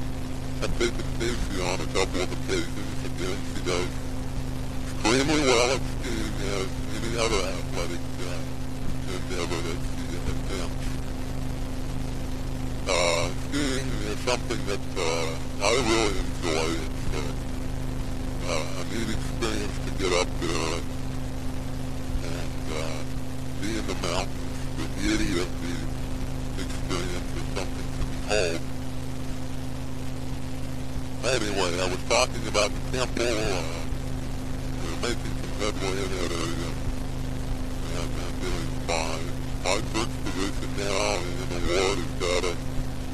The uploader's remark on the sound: Driving Home from work